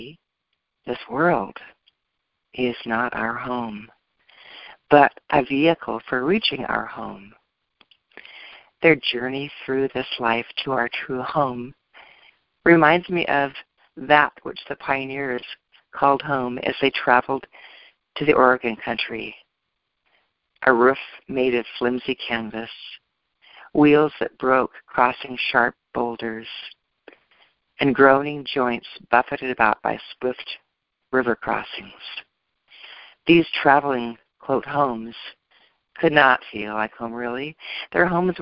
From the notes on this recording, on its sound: ACIM Daily TEXT Conference Call